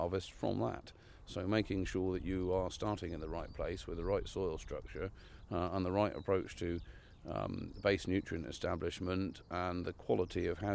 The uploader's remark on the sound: Live on Farm: Walking Fields of Gold in Cornwall.